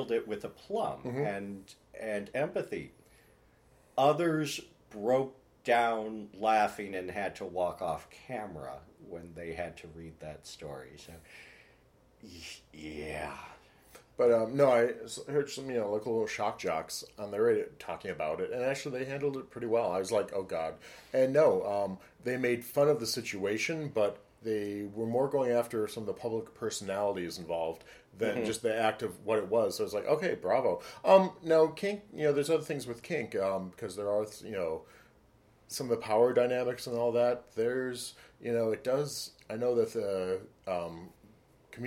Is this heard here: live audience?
no